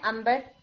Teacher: यानी नून मीम के अंदर चेंज हो जाता है